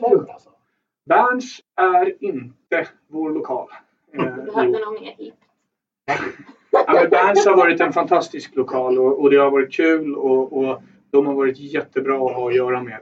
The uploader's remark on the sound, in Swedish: Vi beklagar ljudkvalitén i veckans avsnitt.